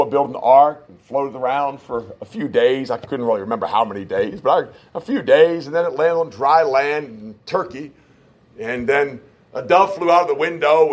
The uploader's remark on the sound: a message preached at Shippensburg Independent Baptist Church in July of 2021